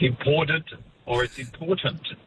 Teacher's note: that T of important is, you know, flanked by voiced sounds